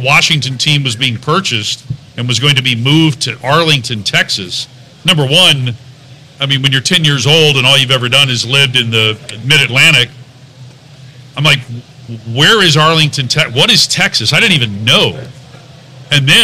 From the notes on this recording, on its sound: This is the audio of the first ever Rangers Today Road Show at Hop and Sting Brewery.